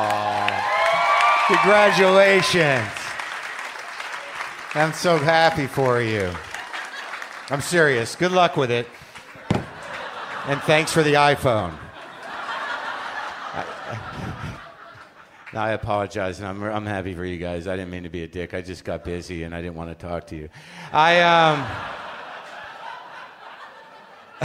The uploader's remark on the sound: Recorded live at The Bell House in Brooklyn.